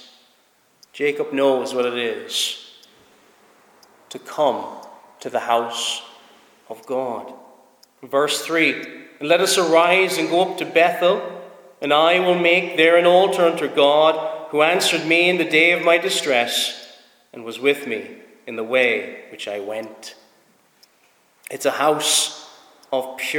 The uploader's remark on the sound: Preached at Snizort Free Church -Continuing